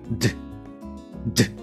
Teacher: んですけれどもこれはあの T 音とのペアになるんですね。なのであの音の出し方っていうのは基本的に一緒です。でただあのこちらはですね優勢音になるんですね。なのであの舌先で、まあ、前歯の根元、はい、これを弾くんですけれども喉を開きながら出す